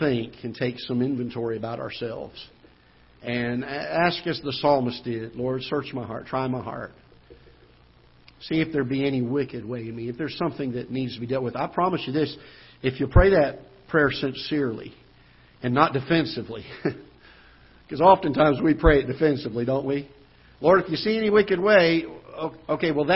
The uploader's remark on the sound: Ketha Heights Baptist Church ~ Live Broadcast